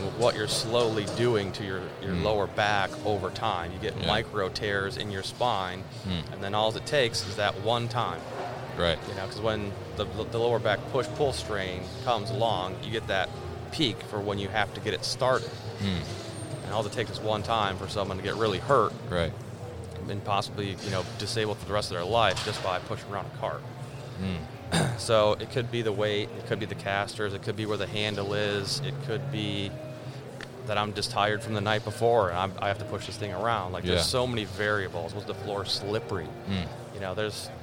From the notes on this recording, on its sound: They connected at MODEX 2020